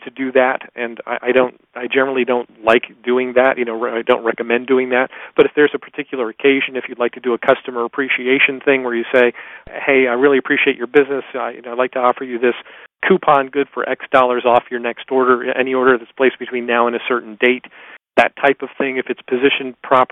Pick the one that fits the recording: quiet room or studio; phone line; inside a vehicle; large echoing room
phone line